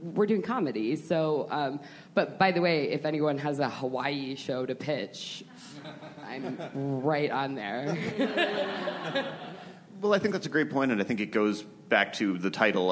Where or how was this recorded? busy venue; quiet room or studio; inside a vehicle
busy venue